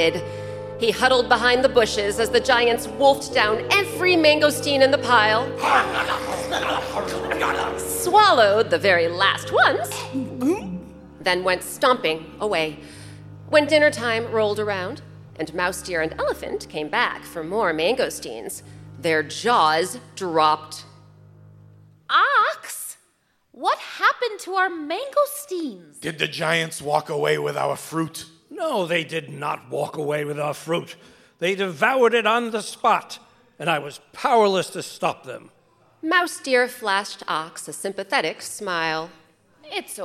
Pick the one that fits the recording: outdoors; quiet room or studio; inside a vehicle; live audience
live audience